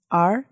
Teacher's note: it needs the speaker to roll up his tongue · Term: rolled up tongue words